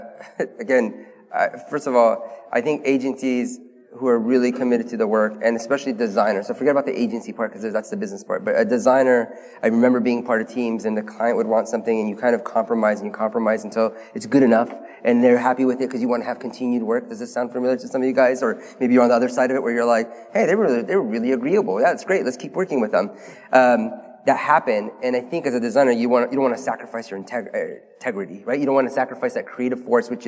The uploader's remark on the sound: Conference talk: ‘Why innovation is rarely authorized’ panel from HOW Design 2019. This episode is a replay of a panel discussion about innovation.